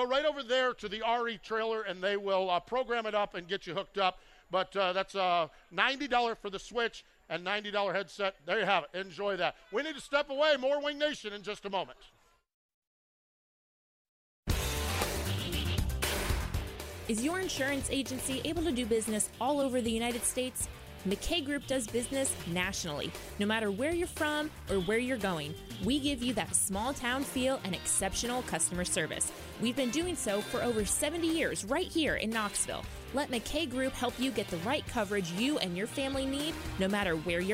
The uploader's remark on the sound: Winged Nation Live from the 59th Annual Knoxville Nationals. It is Night 1 of the Knoxville Nationals and Winged Nation is there LIVE!